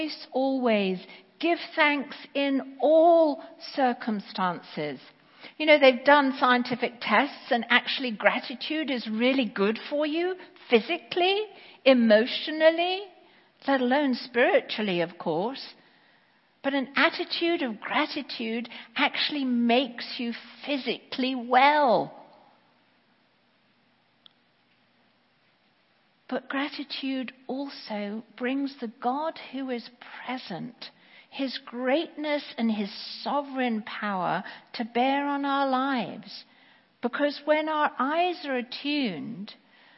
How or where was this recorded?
large echoing room